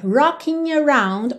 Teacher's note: rocking termina com o ing, mas o G não é pronunciado. Então, Geralmente, em situações informais, especialmente letras de música ou textos que estão representando a fala, a linguagem oral, isso às vezes acontece.